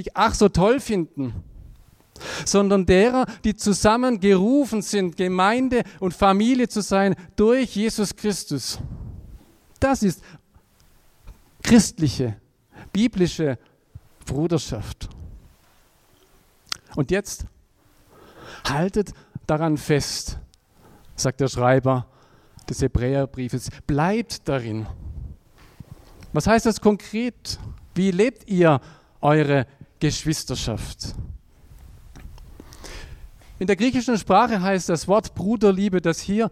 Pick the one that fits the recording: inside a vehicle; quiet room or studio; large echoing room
large echoing room